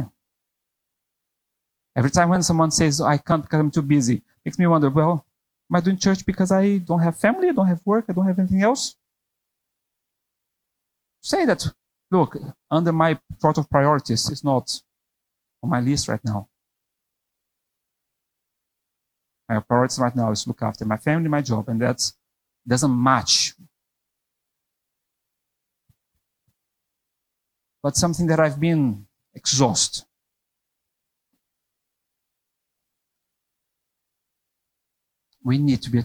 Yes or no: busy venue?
no